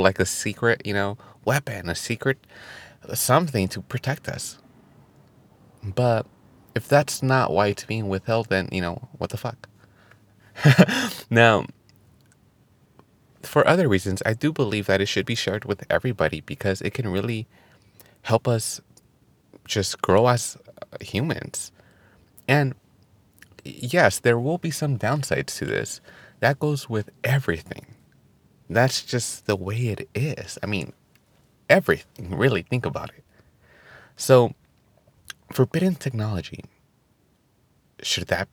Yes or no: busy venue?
no